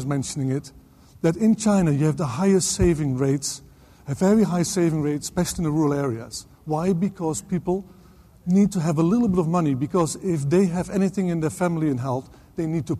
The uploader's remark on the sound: LSE Asia Forum 2010 - 15:30 - 17:00 - Plenary session. Followed by Q&A Session - Closing Remarks.